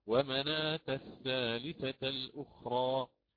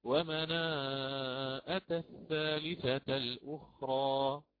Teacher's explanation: فيضيف همزا بين الألف المادية وحرف التاء، فيأتي بمد متصل، ومد المتصل عنده على التوسط 4 حركات · Shown in: second take